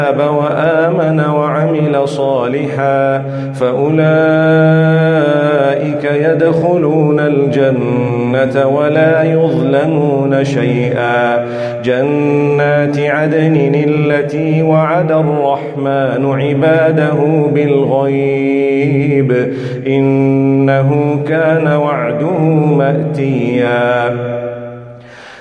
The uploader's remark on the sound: Recorded from Salatul Fajar at Masjid Al Falaah in Harare, Zimbabwe